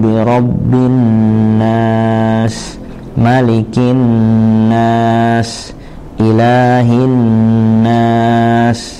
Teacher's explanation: Nah, jadi misalnya kul a'udzu birabbin nas, ya jangan sampai di sini bin nas, ya bukan begitu ya. Jadi mad aridul sukun tentunya harus lebih panjang daripada gunnah